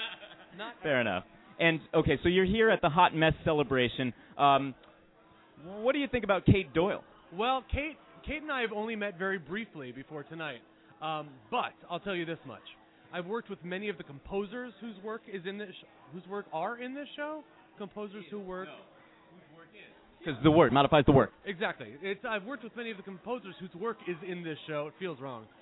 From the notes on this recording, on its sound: takes the show live at The Watering Hole in New York City